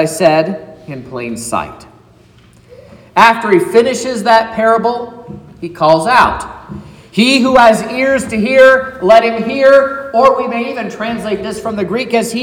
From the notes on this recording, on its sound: sermon preached at Trinity Lutheran Church in Vallonia, Indiana